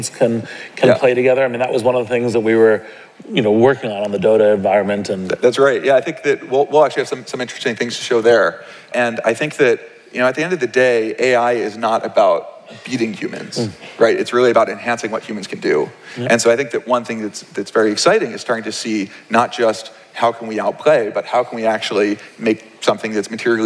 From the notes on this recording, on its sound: From the 2019 Startup Grind Conference